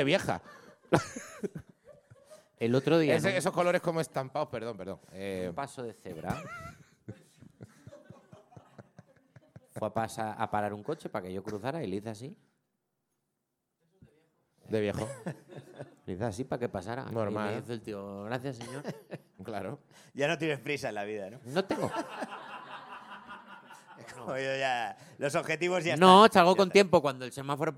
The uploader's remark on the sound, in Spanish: Grabado en directo en El Golfo.